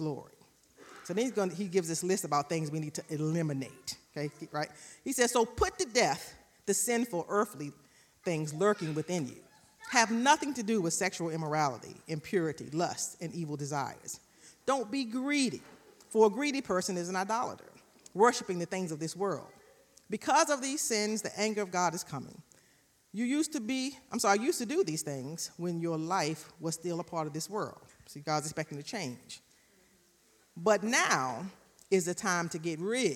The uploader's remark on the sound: recorded live on April 24, 2022 at Newark United Pentecostal Church